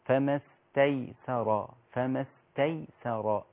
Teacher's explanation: الكلمة كلها رقيقة إلا الراء المفتوحة المفخمة، يبقى أنا حرقق السين والتاء كلها ما عدا الراء.